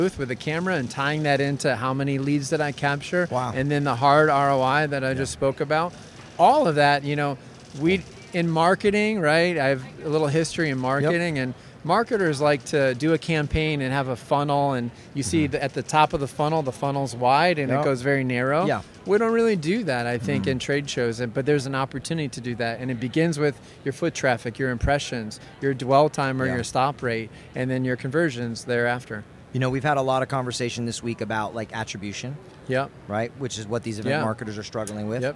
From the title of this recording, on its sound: Live On The Show Floor From ExhibitorLIVE